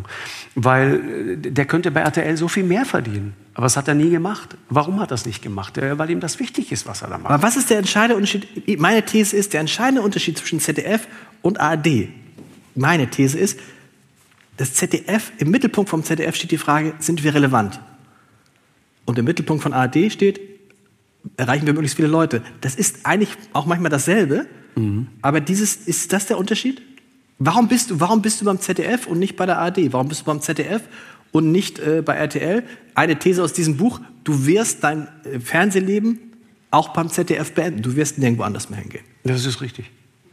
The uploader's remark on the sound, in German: Im Hamburger Thalia Theater vor 1000 Zuschauerinnen und Zuschauern. Herausgekommen ist ein Live-Podcast.